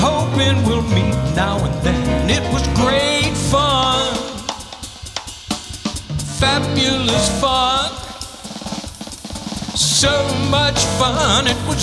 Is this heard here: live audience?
yes